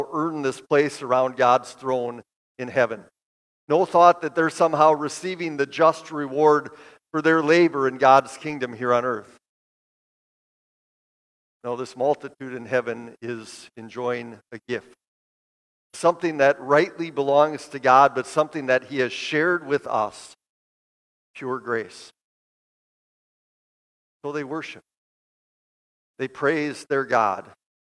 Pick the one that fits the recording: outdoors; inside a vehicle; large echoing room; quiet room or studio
large echoing room